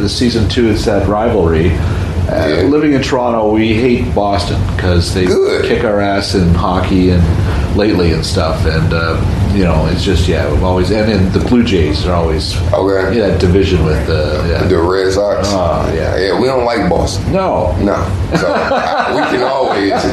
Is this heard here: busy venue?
yes